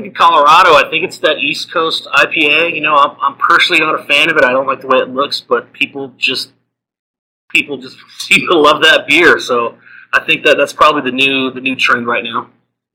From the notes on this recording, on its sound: Forgive any issues with sound quality on this episode. We had a small microphone glitch while recording.